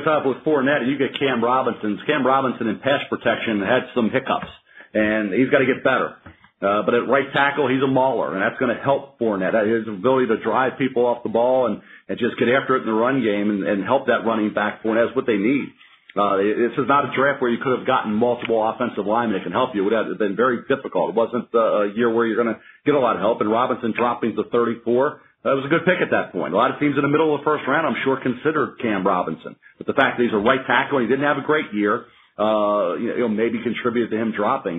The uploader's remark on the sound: NFL Draft Conference Call